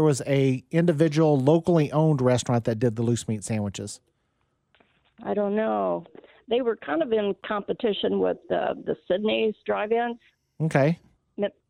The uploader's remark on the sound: Go 100% with the phone and text line.